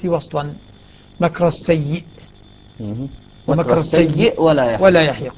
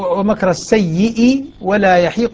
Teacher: حالة الوصل يقرأ مكر السيء سكون الهمزة وصلا · Shown in: first take